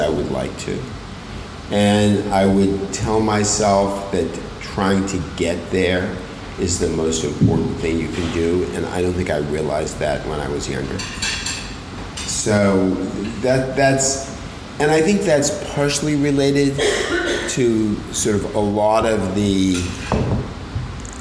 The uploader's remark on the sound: This episode was recorded live in front of a captive audience in Sydney, Australia. Minor edits have been made to the episode to improve sound quality and flow.